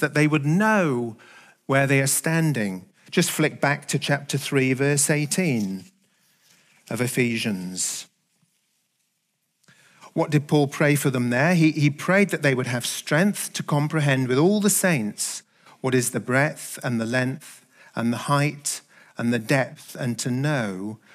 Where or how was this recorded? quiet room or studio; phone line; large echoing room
large echoing room